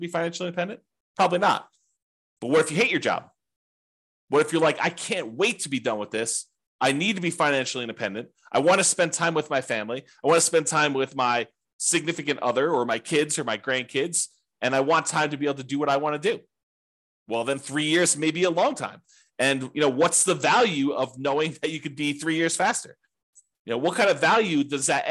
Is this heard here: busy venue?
no